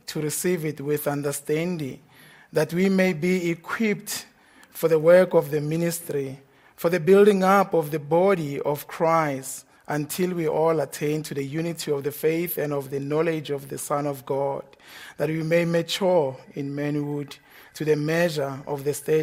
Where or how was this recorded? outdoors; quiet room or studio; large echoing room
large echoing room